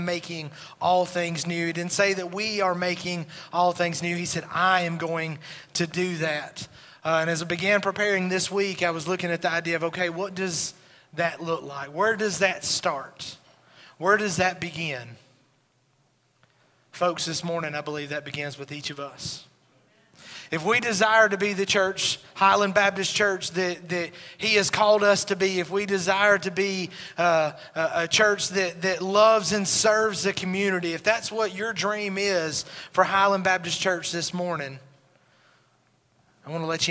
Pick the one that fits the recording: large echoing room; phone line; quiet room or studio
large echoing room